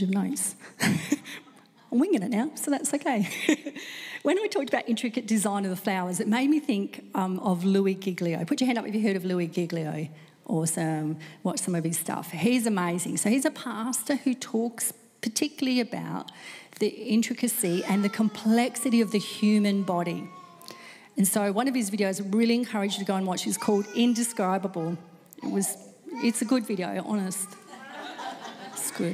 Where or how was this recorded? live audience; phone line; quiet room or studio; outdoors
live audience